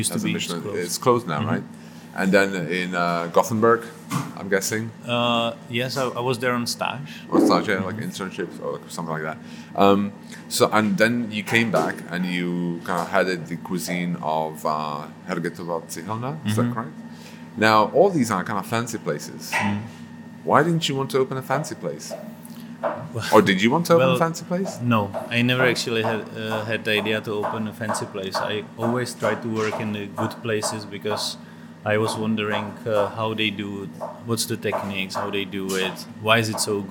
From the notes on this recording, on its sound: We recorded the interview in KRO Kitchen during the morning prep, so please excuse the noises in the background, especially in the beginning of the interview, as some technicians were repairing an air duct or something. Chatting about all this with the backdrop of the knives hitting the chopping board and breathing in the smells is truly magical.